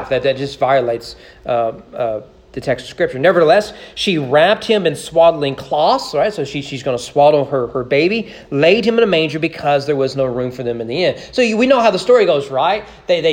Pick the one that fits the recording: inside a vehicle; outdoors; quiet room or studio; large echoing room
large echoing room